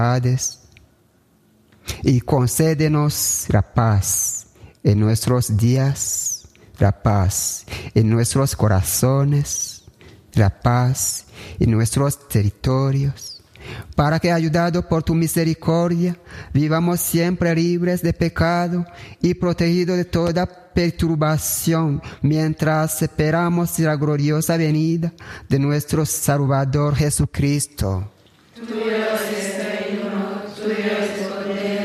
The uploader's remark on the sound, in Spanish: retransmitimos desde el Santuario de Kibeho la Santa Misa